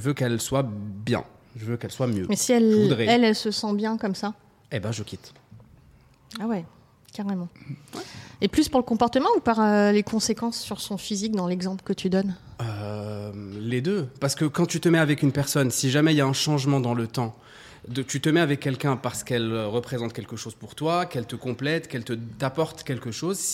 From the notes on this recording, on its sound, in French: Enregistré au Jocelyne, sans ingénieur du son, j'ai fait de mon mieux !